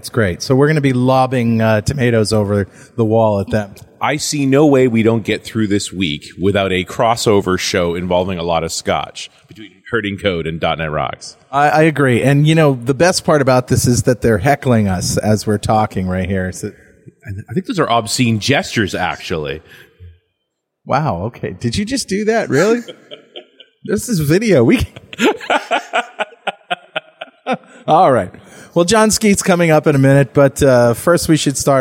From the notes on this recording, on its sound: While at the Norwegian Developers Conference